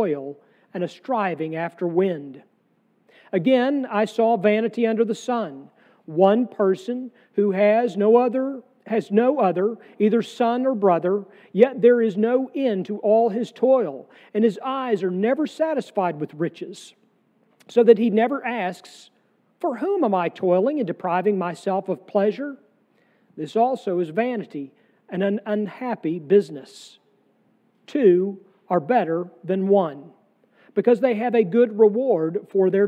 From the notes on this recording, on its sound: sermon from our worship service on June 25, 2023